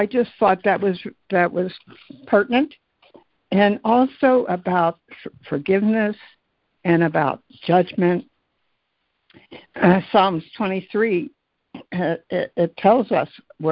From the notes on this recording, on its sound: ACIM Daily Conference Call.